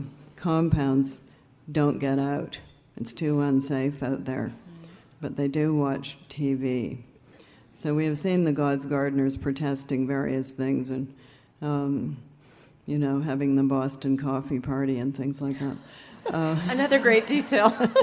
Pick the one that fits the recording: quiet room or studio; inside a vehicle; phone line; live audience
live audience